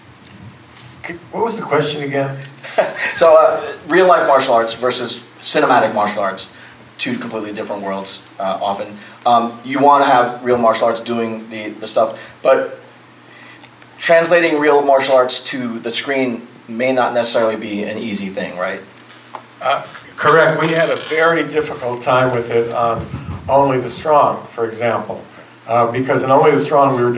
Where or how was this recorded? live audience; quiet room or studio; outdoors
live audience